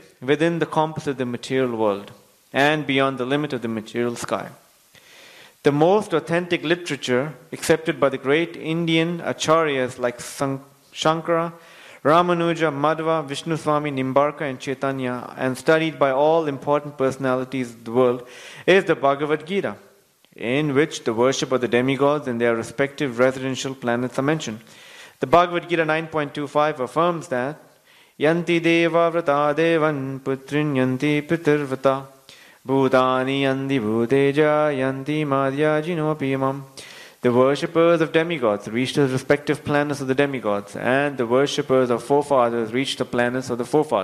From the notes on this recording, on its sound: Recorded on Wednesday, 15 Apr 2020 at ISKCON Sydney temple.